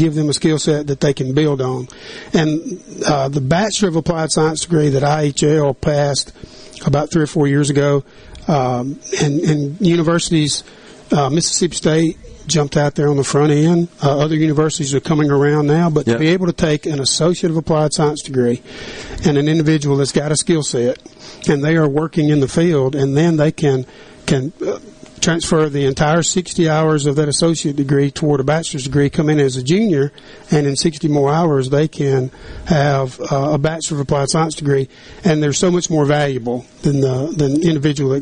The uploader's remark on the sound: MidDays is LIVE from Itawamba Community College in Fulton as they celebrate their spring Graduation.